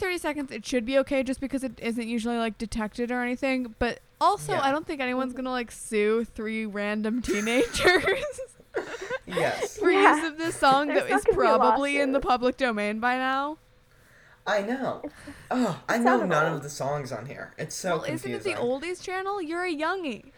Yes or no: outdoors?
no